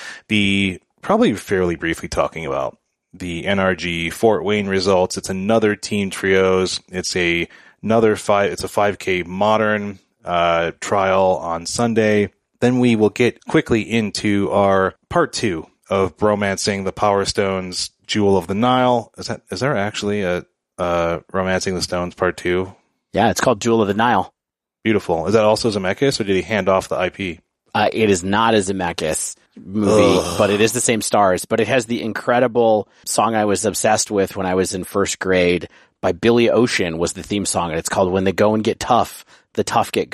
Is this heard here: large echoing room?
no